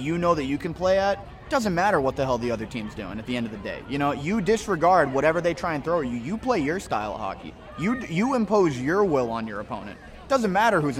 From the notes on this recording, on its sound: LIVE from the Homecoming tailgate!